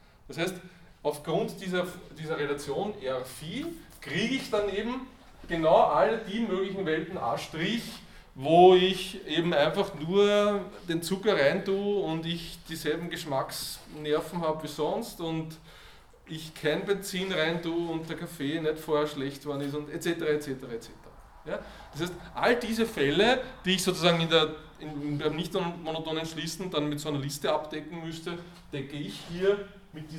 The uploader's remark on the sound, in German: Diese Vorlesung wurde von Studierenden aufgenommen